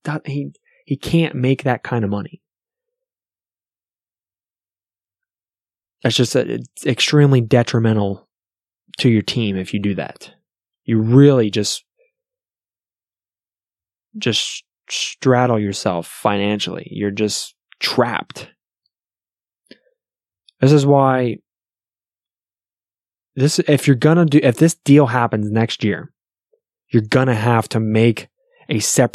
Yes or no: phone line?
no